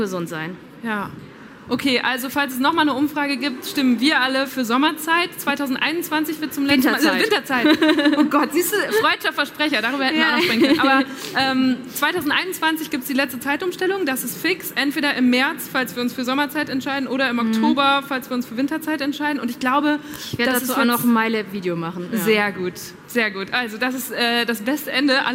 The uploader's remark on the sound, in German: Diese Folge habe ich ausnahmsweise nicht unter vier Augen aufgezeichnet, sondern live vor Publikum auf der Tincon in Berlin. Das ist ein Festival für digitale Jugendkultur und quasi die kleine Schwester der Digitalkonferenz re:publica.